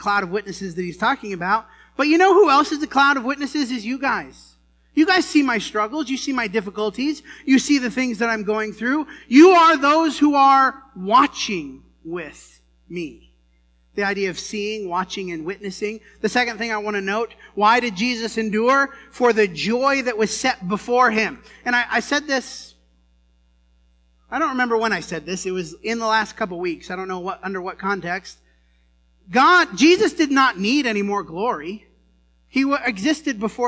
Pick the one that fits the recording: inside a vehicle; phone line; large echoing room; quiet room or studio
large echoing room